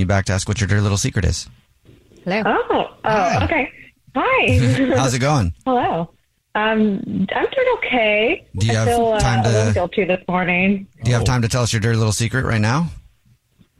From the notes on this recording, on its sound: There is a listener on the phone who wants to tell us a Dirty Little Secret of a crime they JUST committed!